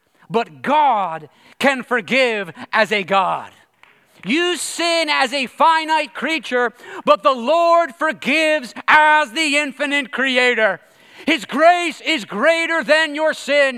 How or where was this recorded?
large echoing room